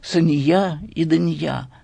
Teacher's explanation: Только надо говорить с ударением на последнем слоге